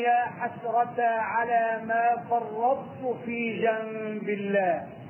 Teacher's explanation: بتدغم الطاء في التاء إدغاما ناقصة يعني تدغم ذات الحرف وتبقي الصفة. طيب لو جه واحد سألني وقال ما السبب في الإدغام بنقول له التجانس لأن الطاء والتاء يخرجان من مخرج واحد.